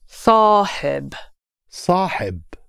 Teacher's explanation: the Arabic word has the emphasis on the beginning more